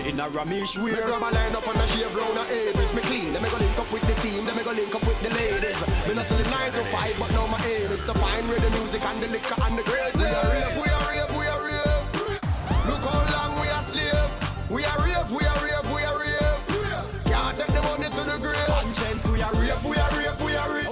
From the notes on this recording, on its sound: Live audio recording. On Jahkno Radio.